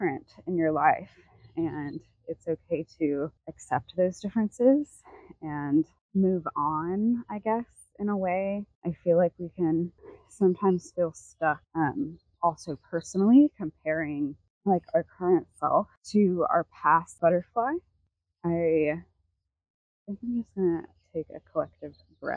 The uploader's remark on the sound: Voice Memo. I popped a mic on and took a walk and just chatted what came to mind.